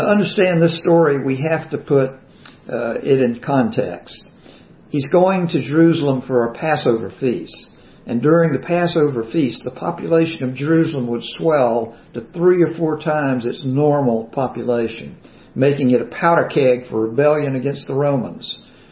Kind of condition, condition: setting, large echoing room